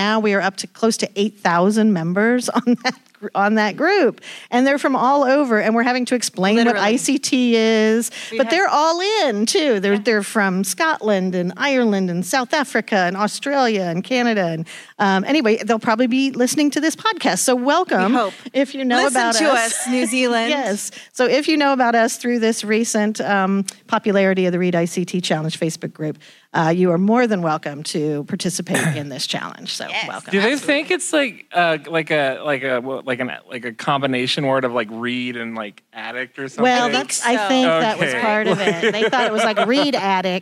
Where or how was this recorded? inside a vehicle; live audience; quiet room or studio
live audience